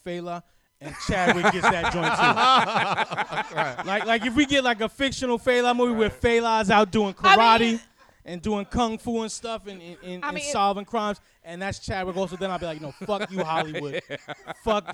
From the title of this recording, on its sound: Live From Bergen St Comics